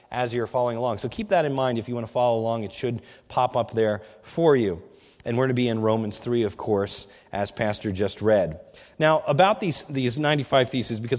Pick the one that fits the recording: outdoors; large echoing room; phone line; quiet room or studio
large echoing room